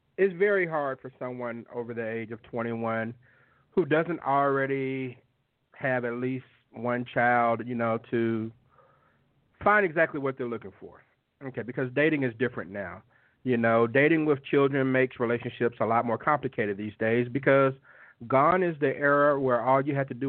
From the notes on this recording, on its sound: We present those questions to you on this week's live call-in edition of the Talk 2 Q Radio Show.